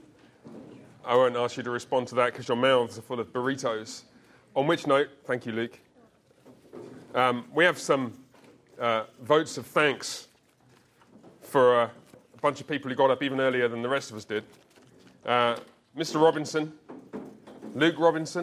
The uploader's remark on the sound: A recording of our recent Men’s Discipleship Breakfast.